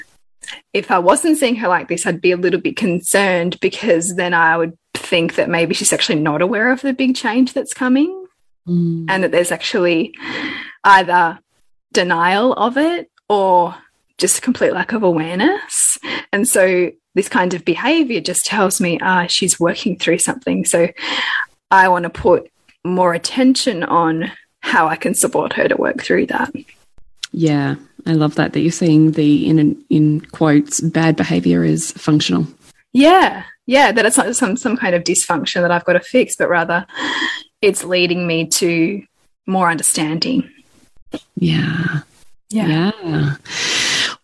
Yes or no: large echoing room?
no